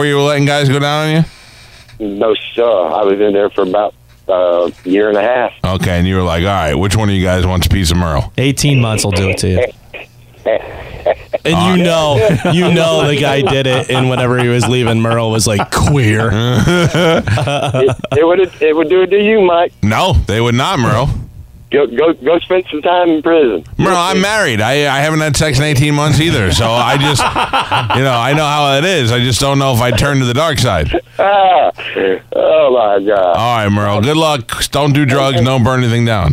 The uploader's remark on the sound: a former convict who called